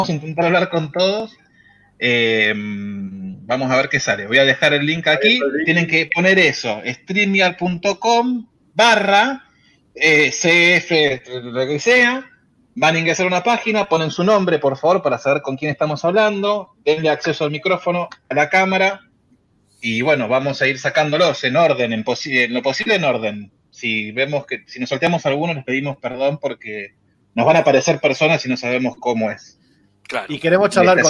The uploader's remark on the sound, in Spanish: Tercera transmisión en vivo del Podcast "La Hora de la Nostalgia". Hablamos con varios de nuestros oyentes en vivo. Recuerden que este Episodio es una bajada en audio de una transmisión en vivo, así que quizás algunas cosas puedan no ser claras para el oyente.